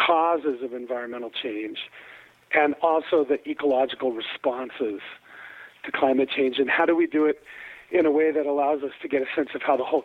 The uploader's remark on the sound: Telephone interview. In the Boulder studio.